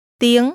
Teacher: Did you pronounce the word that means language with a high, rising tone?